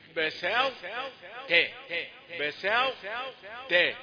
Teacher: يبقى اول حاجه ارقق الباء، تاني حاجة أرقق السين ما تجيش صاد بساط، وبعدين الطاء مدغمة في التاء إدغاما ناقصا لأن صفات التفخيم والاستعلاء موجودة فيها تبين إنها طاء